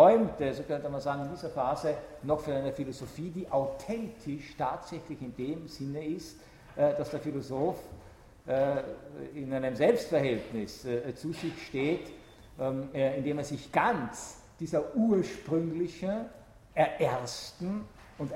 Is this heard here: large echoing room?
yes